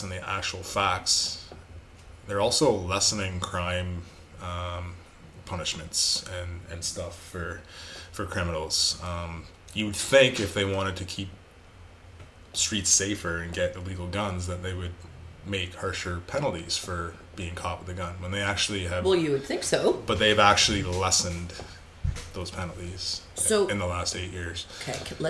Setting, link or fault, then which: fault, sounds in the background